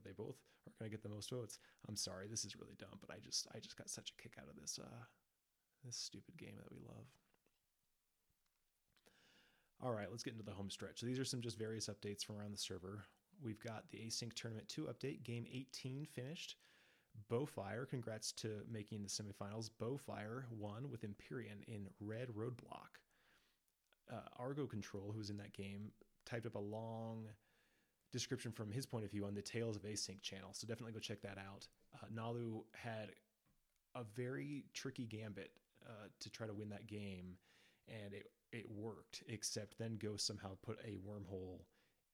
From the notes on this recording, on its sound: Apologies for the quiet audio, I'll get it eventually!